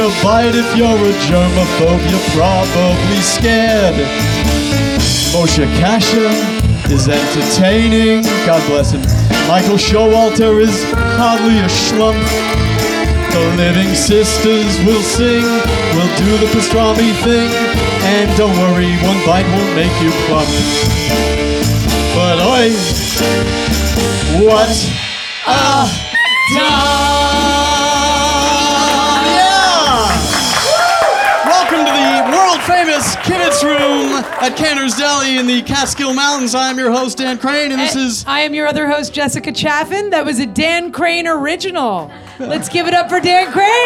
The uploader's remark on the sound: Our first ever live Kibitz event, was held at the “World Famous” Kibitz Room at Canter’s Deli in Los Angeles on the second night of Hanukkah.